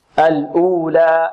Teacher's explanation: الأولى هنا بدون إمالة